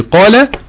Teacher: قاف مفتوحة بعدها لام، اقوى مراتب التفخيم